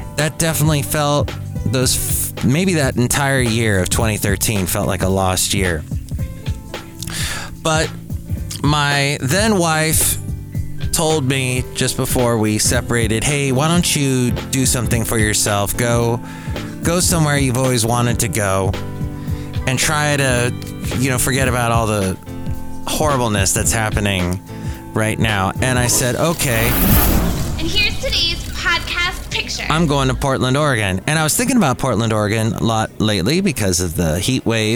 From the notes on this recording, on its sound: podcasts live from Café Anyway